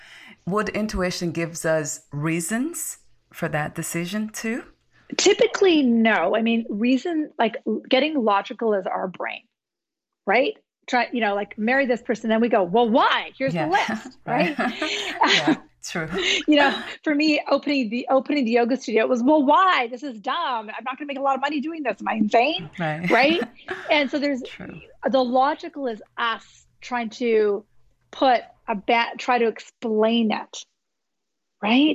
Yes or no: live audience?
no